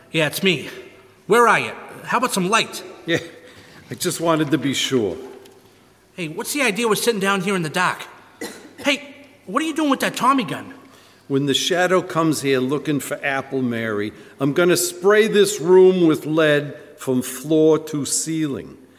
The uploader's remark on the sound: This Radio Drama was performed & recorded LIVE on Febuary 23, 2019 at First Church in Sterling - Sterling, MA. Produced by Sterling Community Theatre.